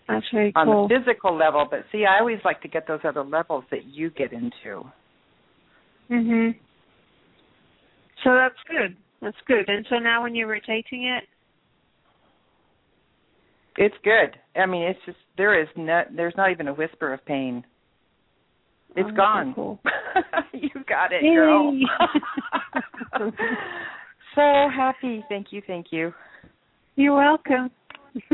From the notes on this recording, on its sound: Takes your calls for healing live today!